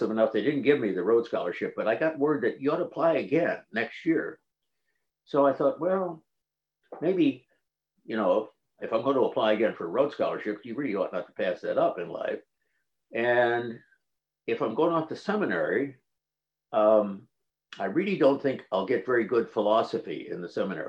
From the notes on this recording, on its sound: This event is presented by the Lumen Christi Institute Forum on the Church in Higher Education as part of its Liberal Arts Colloquium. This event was presented as a live webinar.